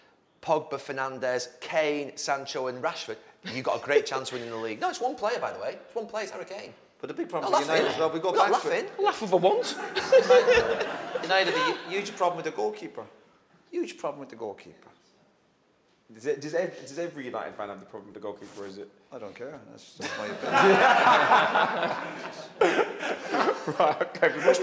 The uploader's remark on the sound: Live Fan Debate